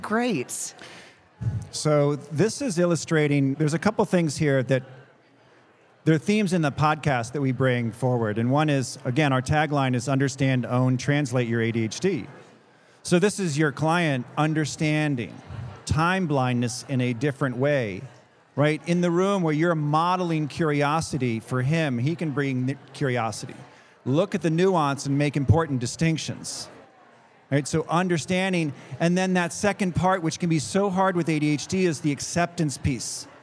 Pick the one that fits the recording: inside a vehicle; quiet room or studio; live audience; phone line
live audience